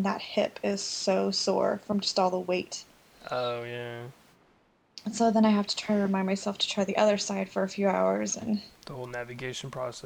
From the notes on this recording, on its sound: Well, it’s an abbreviated podcast this week: During recording my allergies were acting up so we struggled to get decent sources to begin with what with all my sniffling and wheezing.